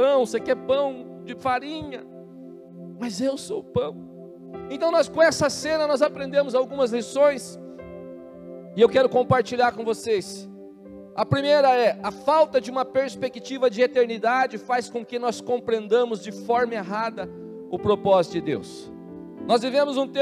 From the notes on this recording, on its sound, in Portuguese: na Igreja ABA Curitiba (Transmitido ao vivo)